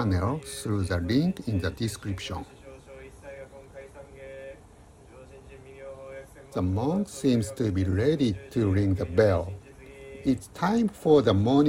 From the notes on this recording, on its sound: Serene Morning at Jindai-ji Temple. Experience the profound vibrations of the Bonsho's enchanting sound as it reverberates through the peaceful morning air. "Bonsho" refers to the large Buddhist temple bell.